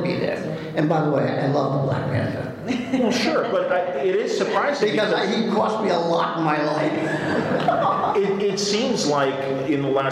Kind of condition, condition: setting, live audience